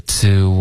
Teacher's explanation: To,结尾别加儿化音,OK,不要说 tour, OK,是 to